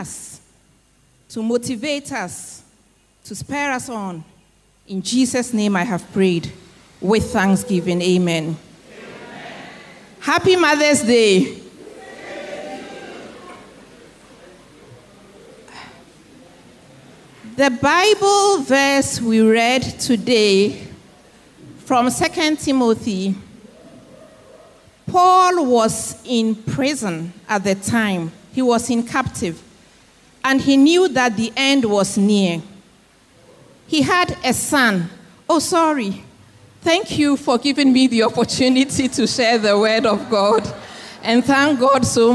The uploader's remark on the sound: Sermon preached at CBC Adabraka Campus